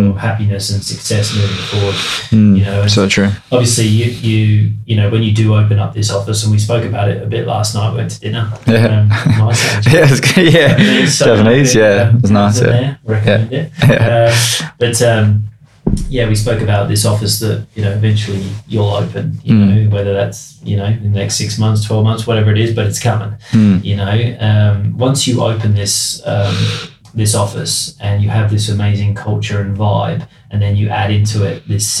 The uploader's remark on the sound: Please note this is 2 of 3 episodes with lower than usual sound quality due to technical issues.